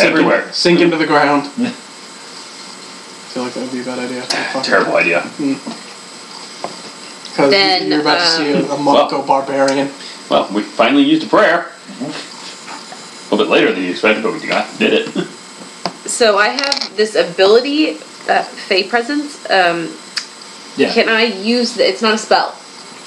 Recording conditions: background noise